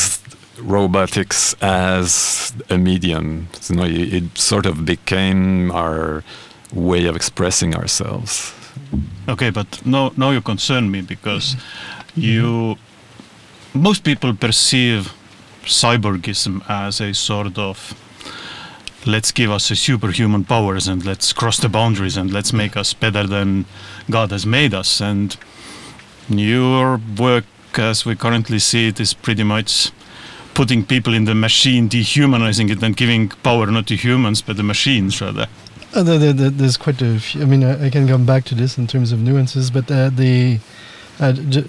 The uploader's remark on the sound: The conversation takes place in a small van behind Rakvere Theatre at the Baltoscandal’22 festival.